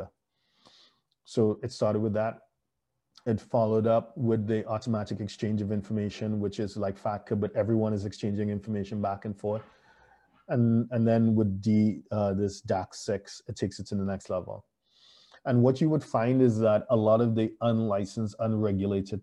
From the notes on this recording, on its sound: Thank you for joining us on Zoom.